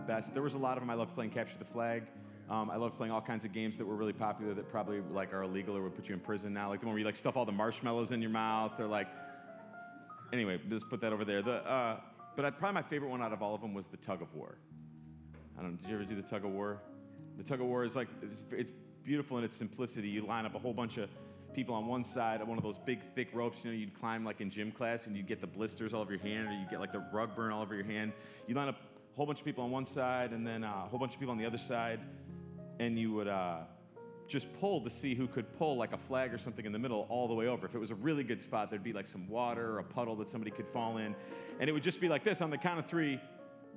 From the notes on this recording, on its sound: Sunday sermon. Live from good news in the neighborhood, a new church. In the nw suburbs of chicago.